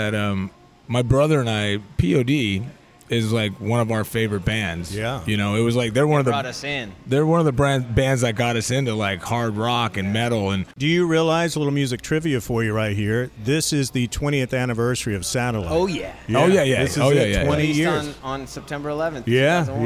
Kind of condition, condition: setting, busy venue